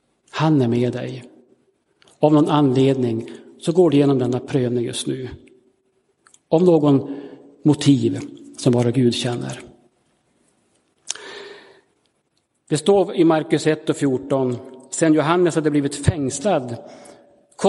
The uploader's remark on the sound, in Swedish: Inspelad i Roseniuskyrkan.